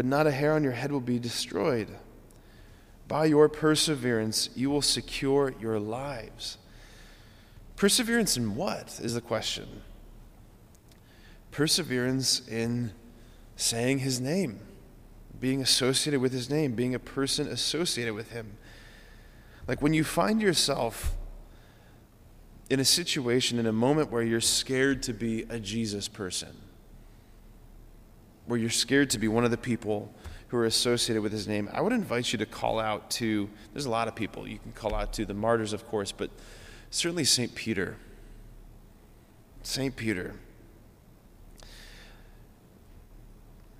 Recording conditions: large echoing room